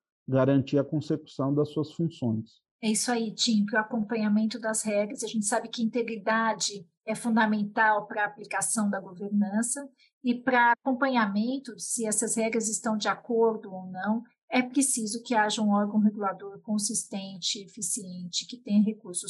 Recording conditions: video call